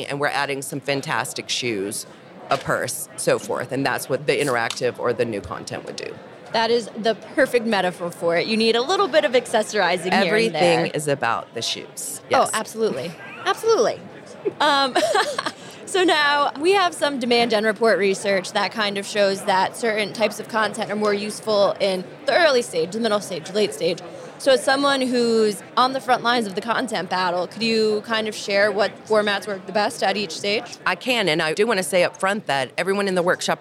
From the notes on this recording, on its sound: On the show floor at B2BMX this past February